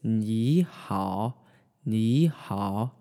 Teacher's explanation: And so when you have two back-to-back third tones, like in ni hao, you're going to want to turn the first third tone actually into a second tone. So you're going to go up with your voice and then down. And that's really because it'd be just really difficult to keep saying ni hao, ni hao.